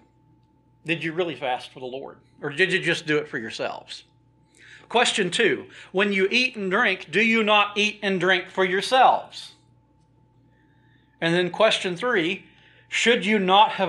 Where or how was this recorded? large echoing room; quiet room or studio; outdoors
large echoing room